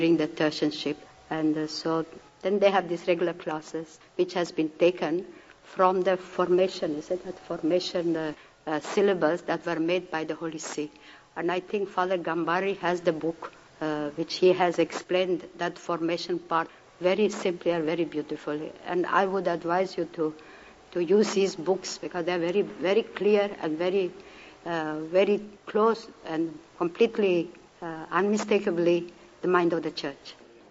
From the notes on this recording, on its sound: Today's episode is a recording of a talk that she gave at our 1976 National Meeting.